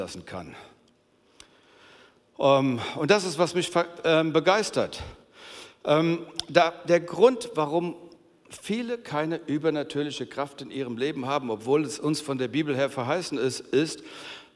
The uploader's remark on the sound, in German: aus unserem Gottesdienst